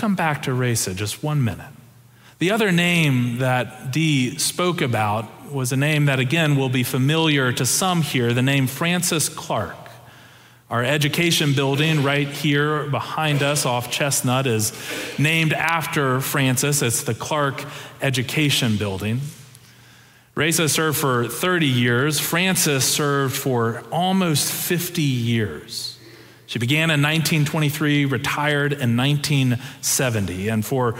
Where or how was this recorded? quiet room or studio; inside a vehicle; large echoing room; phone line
large echoing room